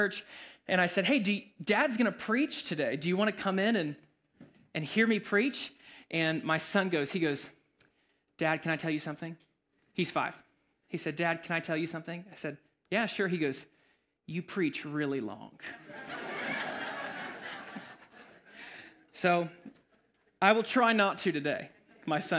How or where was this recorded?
large echoing room